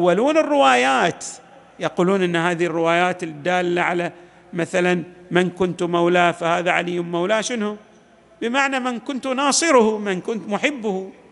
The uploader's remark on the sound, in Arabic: تسجيلات جامع الامام علي عليه السلام الاحساء المبرز